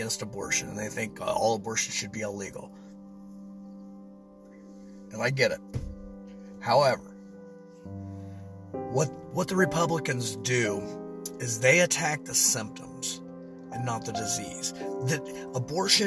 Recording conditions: inside a vehicle